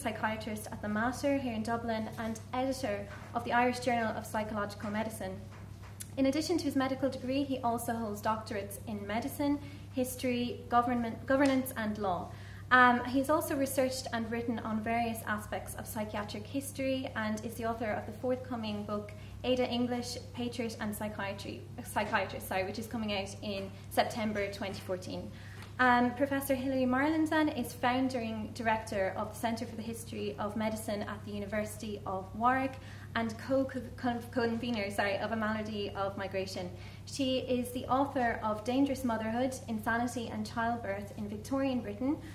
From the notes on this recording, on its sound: Expert Panel Discussion, filmed Thursday 3 July 2014 at the New Theatre, Dublin.